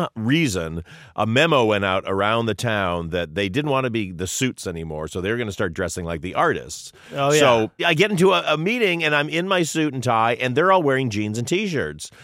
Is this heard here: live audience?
no